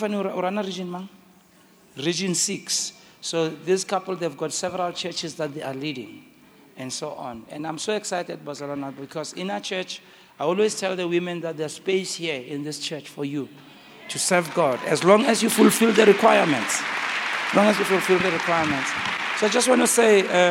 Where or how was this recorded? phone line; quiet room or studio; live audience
live audience